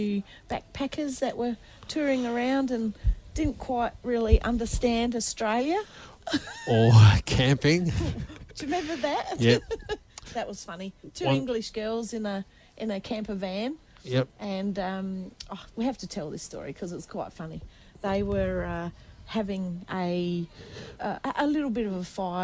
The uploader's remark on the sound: Touring along WA coast Gascoyne to Margaret River. Live to air Outside Broadcast. Hills Radio 88.9FM.